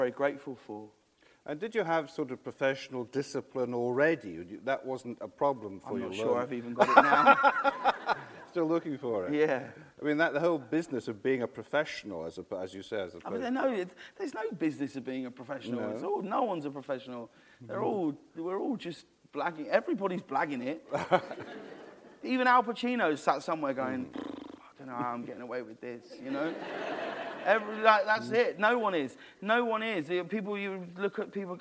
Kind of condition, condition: setting, live audience